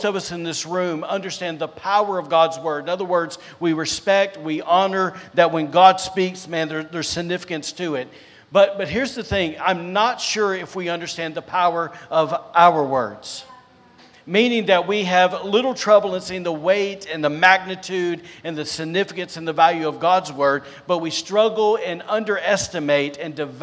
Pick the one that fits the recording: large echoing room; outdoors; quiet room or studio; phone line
large echoing room